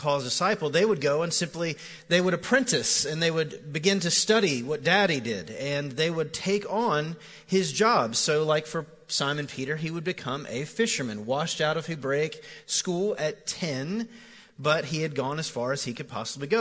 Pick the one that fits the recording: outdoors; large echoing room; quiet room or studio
large echoing room